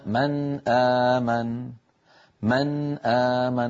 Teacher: كل القراء بإجماع يظهرون النون عند الهمزة فيقولون من آمن من آمن، ولا أحد يدغم النون ولا يخفيها ولا يقلبها ولا يفعل فيها شيء أبدا.